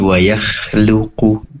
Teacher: pastikan kho tetap tebal walaupun dia berdampingan dengan ya yang memiliki sifat tipis. Jangan sampai terdengar tipis kho-nya dikarenakan berdampingan dengan ya, menjadi wayakhluku.